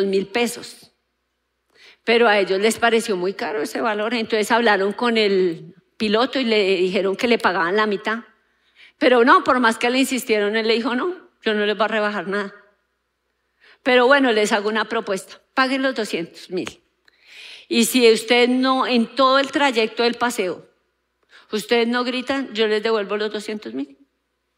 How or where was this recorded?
large echoing room